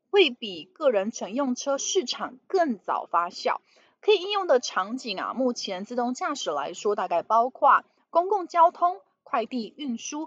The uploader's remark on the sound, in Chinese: 本集有些許雜音，已亟力避免，如有察覺請多多包涵